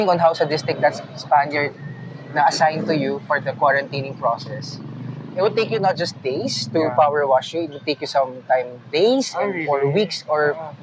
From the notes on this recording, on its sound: A walking tour of San Nicolas.